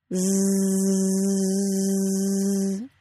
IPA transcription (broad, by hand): z